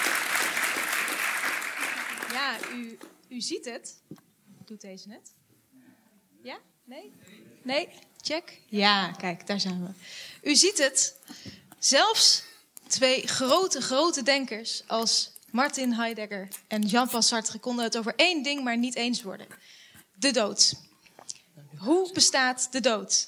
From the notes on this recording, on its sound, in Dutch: Theater en gesprek tijdens Denkwerk Festival. De Lindenberg. Radboud Reflects en Faculteit der Filosofie, Theologie en Religiewetenschappen van de Radboud Universiteit.